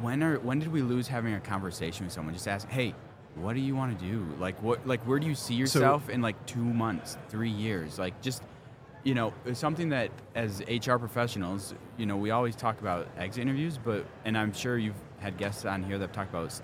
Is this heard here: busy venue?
yes